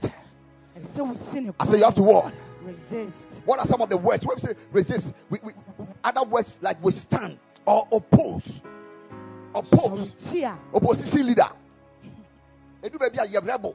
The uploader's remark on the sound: Preached at the Ekklesia Campus.